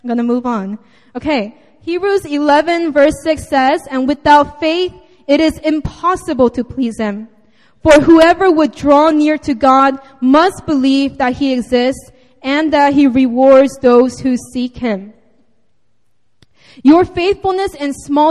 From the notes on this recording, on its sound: Sunday Service (Seaside Campus 2:30pm)